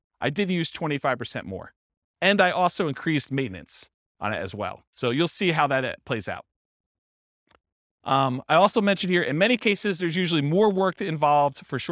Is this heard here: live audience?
yes